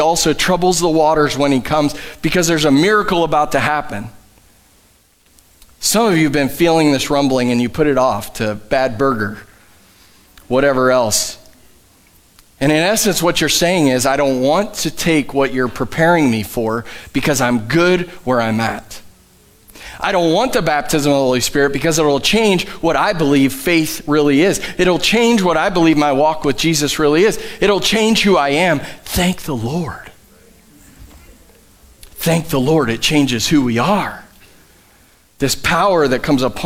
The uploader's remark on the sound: Live from The Summit Church in Dover, OH